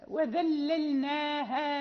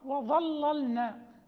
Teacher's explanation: مثلا إذا قلنا وذللناها لهم، إذا لم نستفل ونرقق ذال تصبح ضاء · Shown in: second take · وظللنا تصبح من ظل، وهذا يغير المعنى تماما.